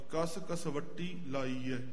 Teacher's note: ਕਸਵੱਟੀ ਨੀ ਪੋਲਾ ਜਾਂ ਪਾਠ ਨਹੀਂ ਕਰਨਾ ਪੂਰਾ ਅੱਧਕ ਲਾ ਕੇ